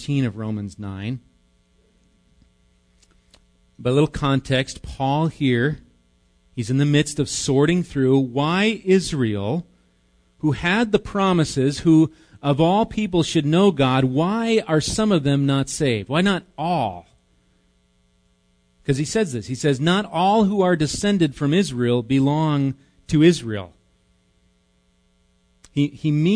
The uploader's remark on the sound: Recorded live at Bethany Bible Church.